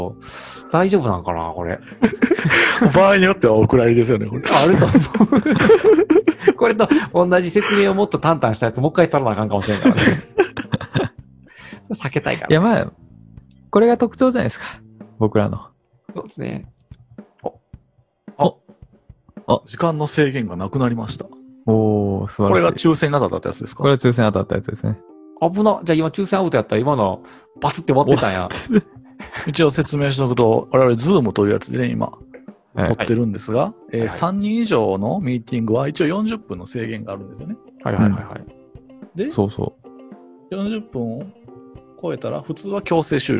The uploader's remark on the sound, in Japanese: 様々な事象から身を守るためリモートワーク収録です。早速リモートの弊害が露わになっております。